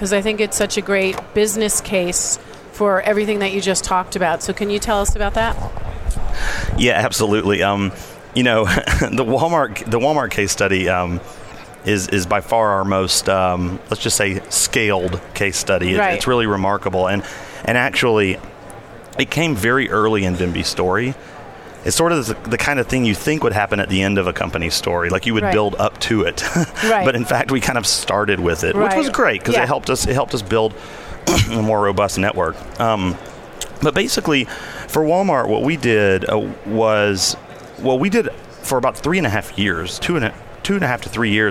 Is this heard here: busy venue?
yes